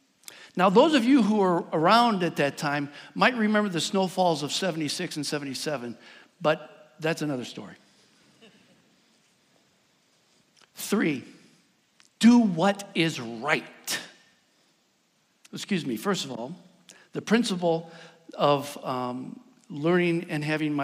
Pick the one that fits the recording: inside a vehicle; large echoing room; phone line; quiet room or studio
large echoing room